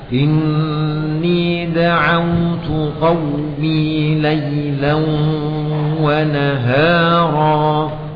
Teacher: Pada da'aw ya, bibirnya dihimpun ke depan. Qaw dihimpun ke depan.